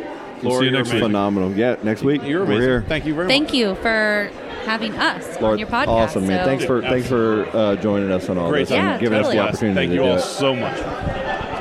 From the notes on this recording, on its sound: Podcasting at Playalinda Brewery